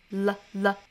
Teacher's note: 只有舌尖的位置去抵上齿龈舌头两侧是有空隙的然后之后再弹下来就发成了了了了那嗯和好就区分开了好我们再看后